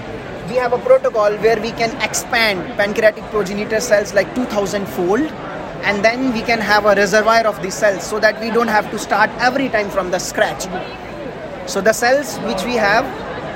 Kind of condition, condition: setting, busy venue